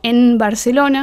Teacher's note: Entonces, si quieres decir algo como en Barcelona, sí. Si estás hablando rápido, vas a cerrar la boca un poco antes y la N se convierte en una M, decís en Barcelona. · Term: asimilación